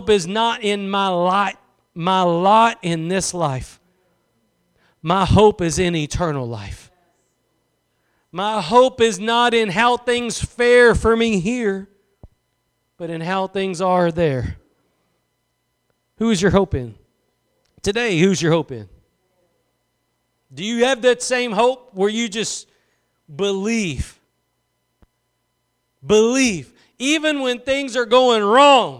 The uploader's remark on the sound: Preached at Gospel Lighthouse in Bossier City, La.